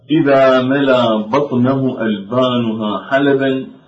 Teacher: فمحل الشاهد في كلمة ملا، هذه في الأصل ملأ، إلا أن الشاعر لم يهمز هنا وقلب الهمز إلى ألف · Term: إبدال الهمزة ألفا